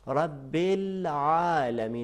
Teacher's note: رب ال کے بعد عین ہے، حمزہ نہیں ہے